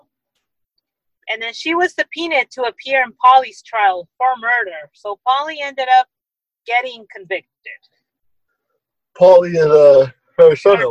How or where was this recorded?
video call